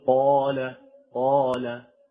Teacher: فإذا قرأت مثلا قال فإنك تفخم الألف لأن القاف من حروف الاستعلاء